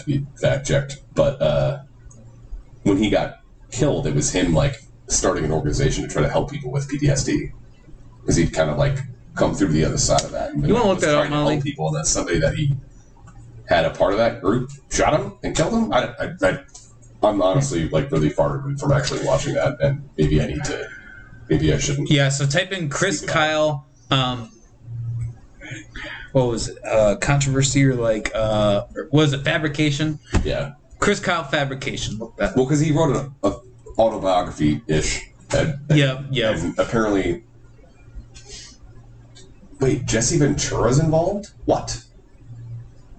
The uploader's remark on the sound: I apologize in advance for the lower than average quality of the audio. It's not a true McAllister Hours episode without some difficulties of some kind!